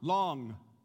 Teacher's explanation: the back of your tongue, has got to be touching the roof of your mouth to get the NG sound